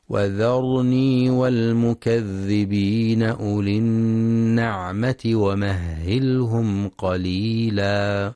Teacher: ينتبه القارئ لتفخيم الراء في كلمة وذرني ولترقيق الواو والذال